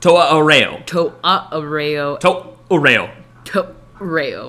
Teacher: It's a hard stop. You like close your throat to make the noise.